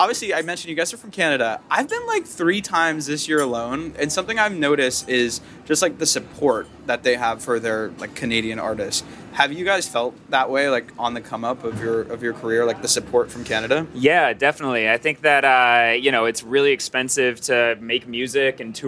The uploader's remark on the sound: Live from Levitate Music Festival. Live from the 10th Anniversary of Levitate Music Festival!